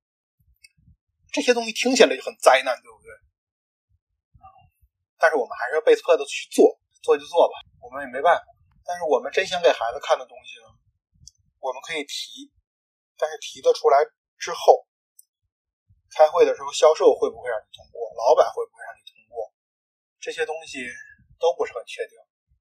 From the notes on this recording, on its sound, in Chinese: 第一次做，本期节目音质不佳。